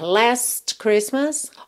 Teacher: Já a palavra anterior, last, você tem opção de pronunciar ou não, então poderia ser …, ou você pode ir diminuindo a intensidade desse T até ele sumir completamente